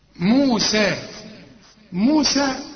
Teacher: موسى هنمد السين دي، المد بتاعها حركتين